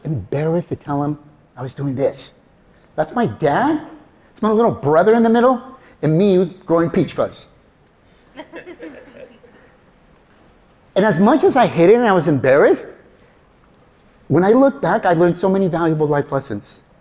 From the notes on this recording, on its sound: A talk I delivered for Moreno Valley College for minority students, entrepreneurs, innovators, staff, and business owners.